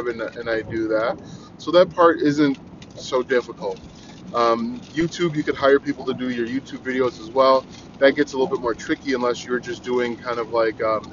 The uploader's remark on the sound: I try podcasting from my car.